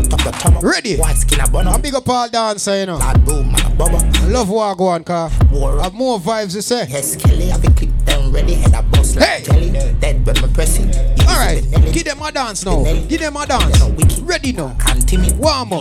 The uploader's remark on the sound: Day & Night Fish Fry Cookout - Live Audio in Bronx New York